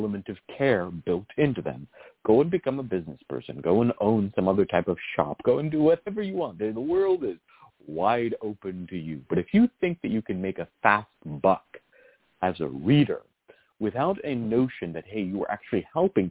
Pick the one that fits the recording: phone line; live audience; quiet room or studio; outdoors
phone line